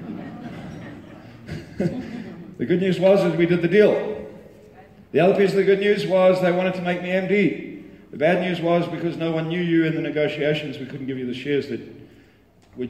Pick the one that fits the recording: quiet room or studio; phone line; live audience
live audience